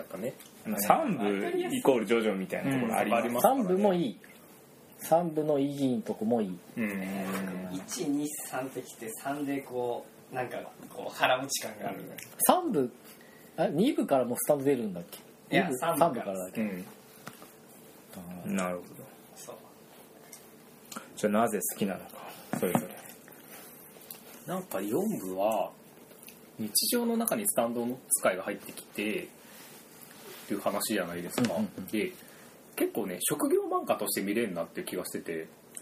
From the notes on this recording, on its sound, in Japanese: お酒を飲みながらの配信。雑音と雑な話になりますが